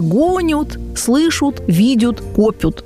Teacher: Там, где пишется «ад» или «яд», произносится «ут» или «ют». · Term: окончание глаголов